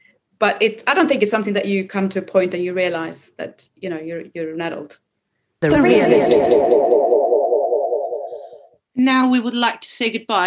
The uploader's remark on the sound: Each week during our sessions (held via Zoom) we revisit work from previous projects and create new work exploring themes close to our hearts.